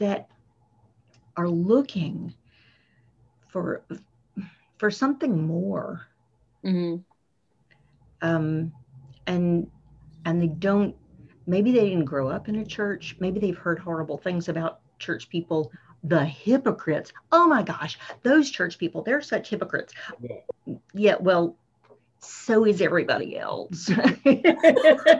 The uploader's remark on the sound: we were able to catch up with one another over Zoom